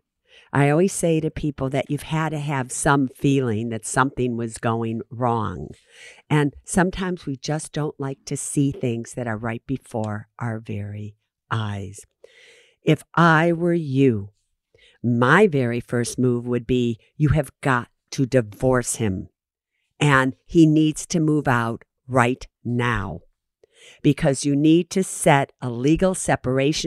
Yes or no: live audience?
no